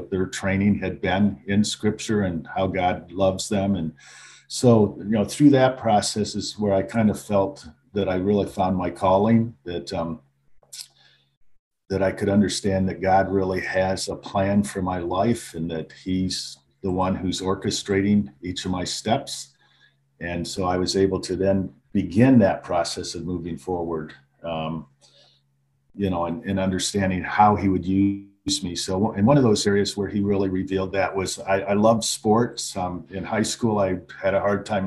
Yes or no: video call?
yes